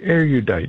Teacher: It's three syllables, right? You can do three, but more like two. Yeah, two. Slur it.